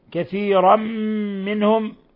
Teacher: تنوين فتح جاء بعده الميم إدغام بغنة